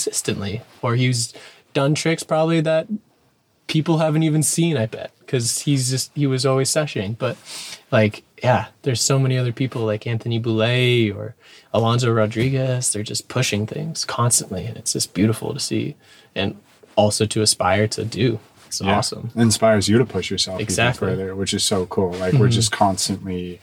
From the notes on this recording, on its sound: Recorded in a reality bending van in the ever magical Moab, Utah